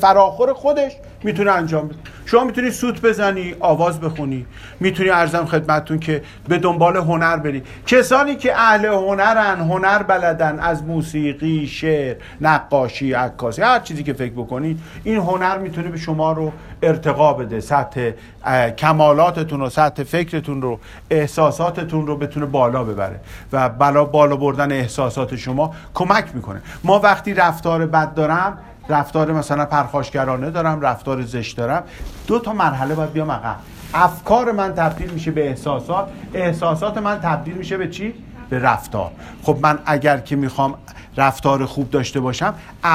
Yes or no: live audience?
yes